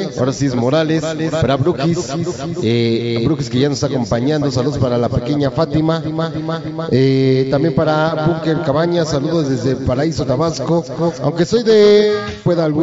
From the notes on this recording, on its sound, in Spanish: te dejamos con esta gran trasmisión desde el salón de eventos sociales